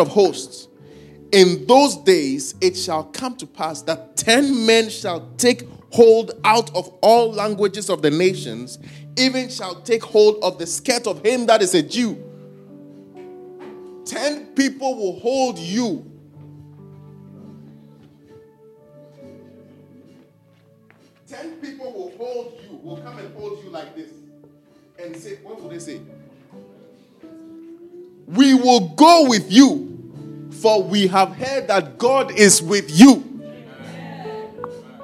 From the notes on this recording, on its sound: Preached at our Faith Encounter Service.